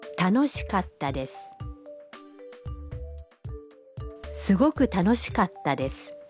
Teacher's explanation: Катта произносится с короткой паузой между ка и та.